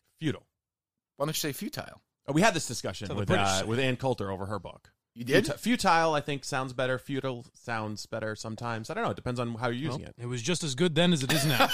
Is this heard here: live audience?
no